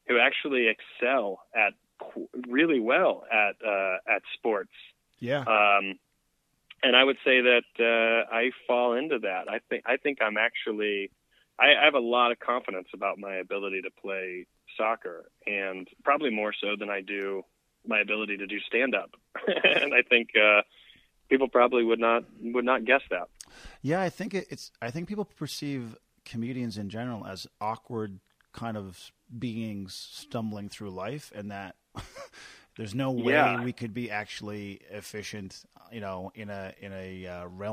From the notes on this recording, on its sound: joins me by phone